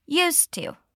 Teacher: Notice how the D and the T connect.